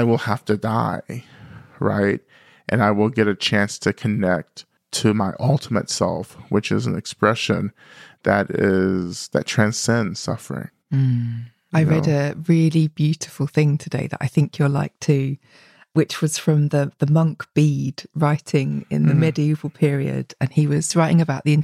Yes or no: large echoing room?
no